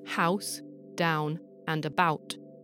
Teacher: In my accent, that's an ow sound, but it can be realised as an oo sound